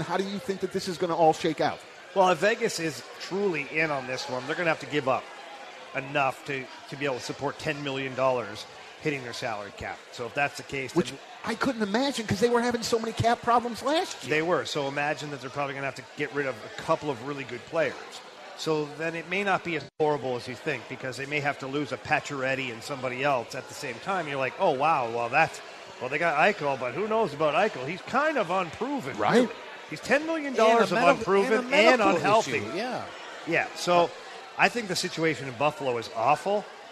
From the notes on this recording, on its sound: We are LIVE from Copper Fire in Belleville.